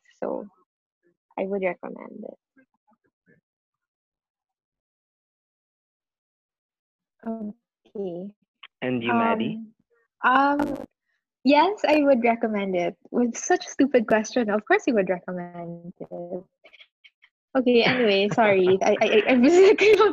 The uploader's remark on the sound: We sincerely apologize for the amateurish audio